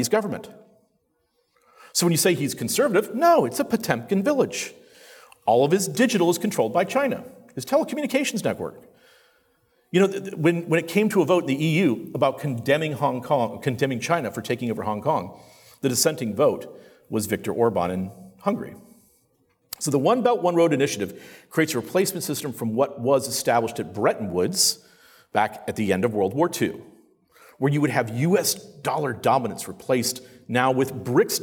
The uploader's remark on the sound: During my introductory address at the With Liberty and Justice for All conference